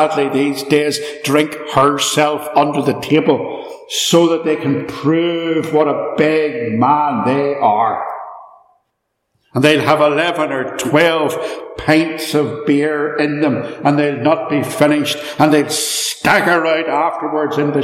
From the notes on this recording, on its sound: In this sermon, preached at Ballymacashon Congregational Church